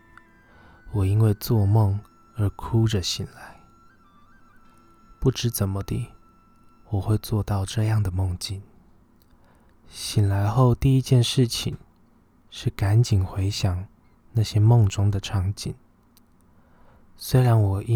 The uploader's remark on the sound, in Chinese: 註:本次錄音時為了保持正常的情緒與咬字，結果反而變成有很多的吞口水聲(因為鼻子被鼻水塞住了)，還請各位見諒了。